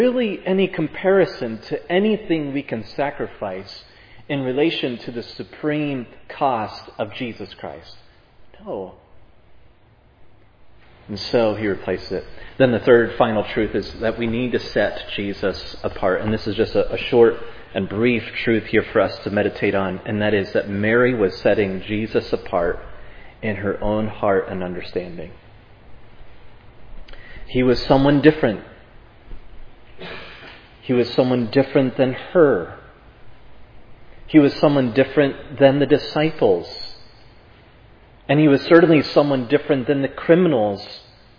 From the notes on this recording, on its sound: was preached at Providence Church